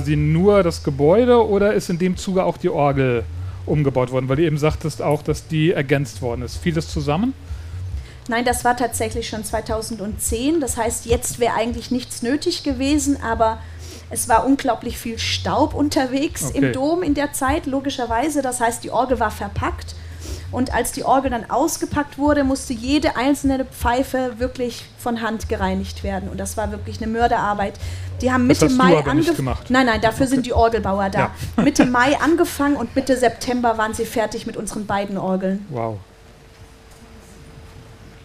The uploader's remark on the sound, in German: Live auf dem Norden Festival. Auf dem Norden Festival in Schleswig haben wir live vor Publikum.